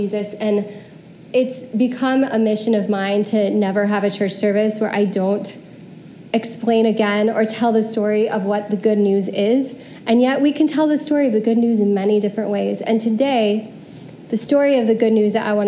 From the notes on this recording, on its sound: Preached at CityChurch in downtown Iowa City on January 30, 2022.